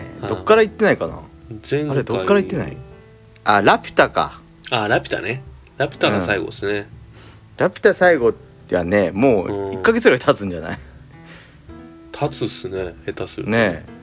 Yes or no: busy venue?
no